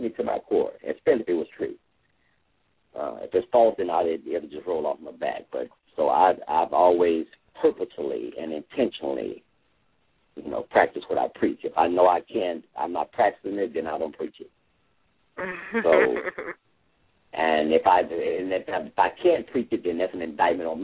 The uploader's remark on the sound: LML uses a progressive live call in format.